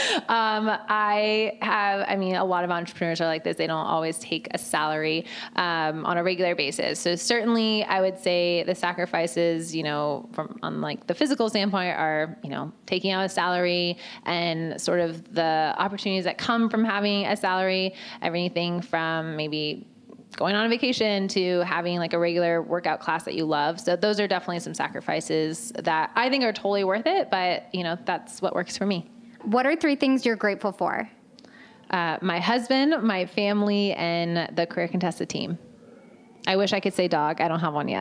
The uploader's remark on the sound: Live at Create & Cultivate Chicago